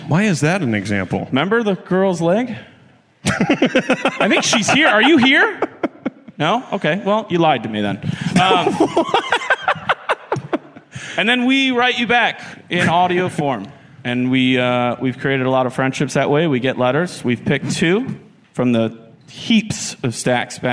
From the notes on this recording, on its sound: This week we come to you live from Clusterfest! First, we set up a brand new pair of pen pals from the audience.